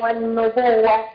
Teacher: والنبوه النون مشدده هتاخد غنة حركتين